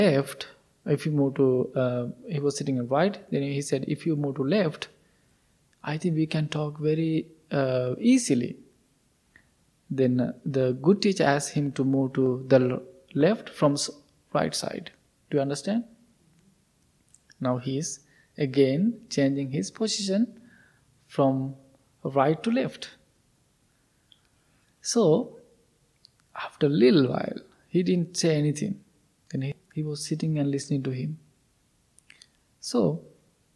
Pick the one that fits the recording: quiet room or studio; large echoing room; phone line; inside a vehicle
large echoing room